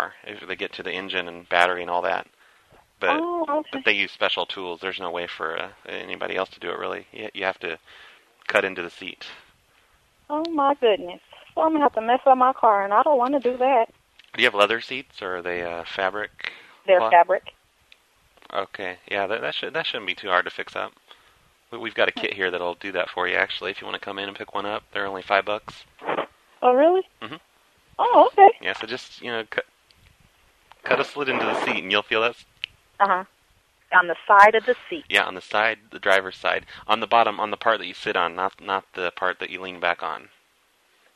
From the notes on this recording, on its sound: "dealership how do i open the hood01" from archive.org was assembled into the "RBCP's Personal Prank Phone Calls Collection" podcast by Fourble.